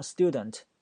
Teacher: s 后面加一个辅音，这个 t 要变成它浊辅音，读成 d